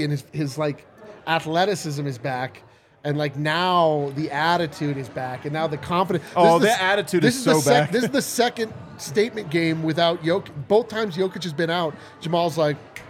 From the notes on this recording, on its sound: live from the Winner's Lounge at the DNVR bar